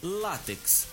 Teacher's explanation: Assim, com a sílaba tônica no lá, látex